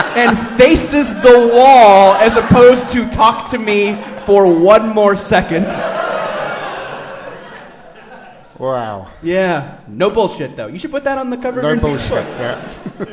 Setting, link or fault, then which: setting, live audience